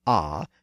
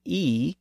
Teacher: The shape is produced in the open part of the oral cavity, and the specific point where the sound is made is largely determined by the shape and placement of the tongue. So the sound ah is pronounced in the lower back part of the oral cavity, and the sound e is pronounced in the higher front part of the oral cavity